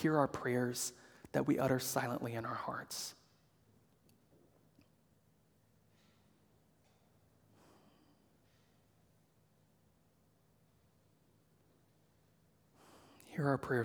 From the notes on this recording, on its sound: preached at Good Shepherd Oak Cliff